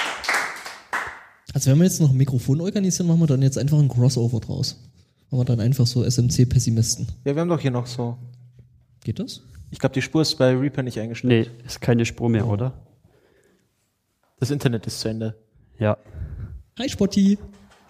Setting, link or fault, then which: setting, live audience